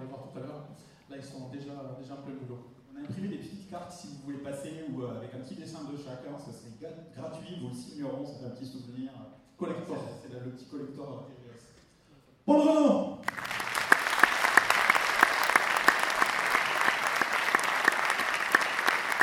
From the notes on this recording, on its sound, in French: Voici le premier enregistrement réalisé lors du Toulouse Game Show Springbreak 2016. On commence avec l'inauguration.